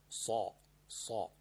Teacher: صاد همون سینه که تو گلو انداختیم، با این جلوی دندون و با لبتون سوت نزنید، صلا صلا صلا، نه همش غلطه، همون سینتون رو بگید بندازین توی فضای گلوتون، اونجا رو باد کنید، بگید آ آ صا صا، همون سینه فقط.